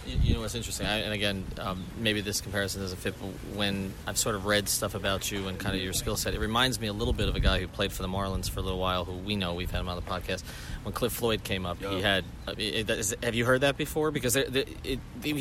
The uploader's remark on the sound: Live From Spring Training